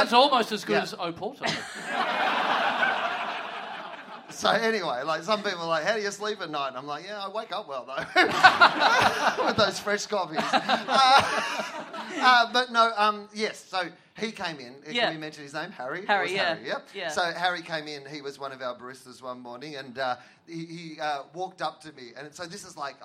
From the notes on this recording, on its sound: Big live podcast and stand-up show.